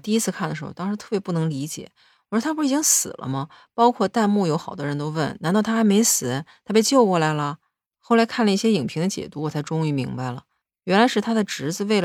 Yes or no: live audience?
no